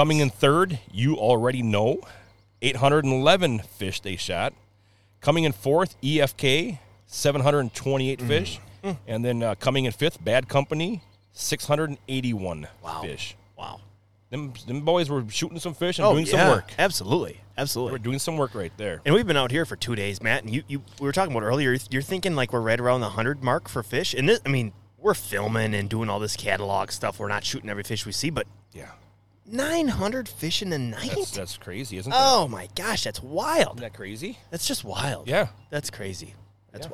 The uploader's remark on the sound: LIVE Podcast on the water. Coming at you live from the waters as the carp are spawning.